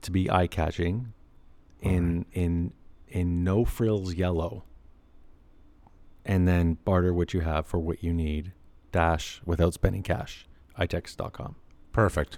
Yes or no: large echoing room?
no